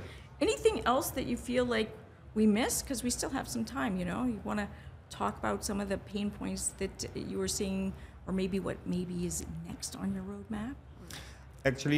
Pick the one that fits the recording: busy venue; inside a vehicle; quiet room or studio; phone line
busy venue